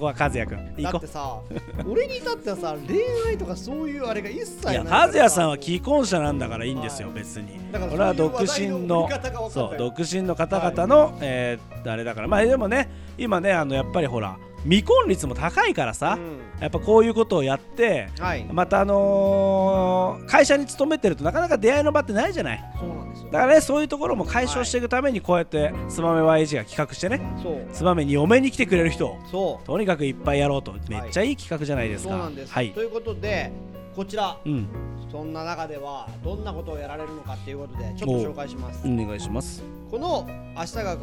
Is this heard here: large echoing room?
no